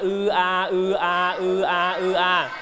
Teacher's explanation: สระเอือมีเสียงสระอือกับสระอาผสมกันเป็นเสียงสระเอือ